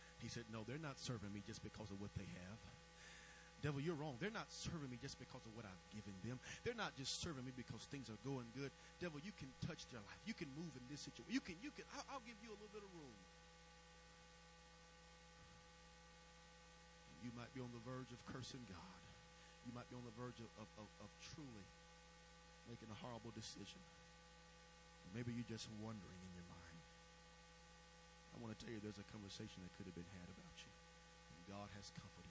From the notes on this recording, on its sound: May have to listen with headphones due to low recording volume.